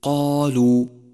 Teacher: أولا، لاحظ تفخيم الألف في كلمة قالوا. قالوا فخمت لأنها سبقت بحرف مفخم وهو القاف، وقد قلت لك إن الألف تتبع ما قبلها في الترقيق والتفخيم.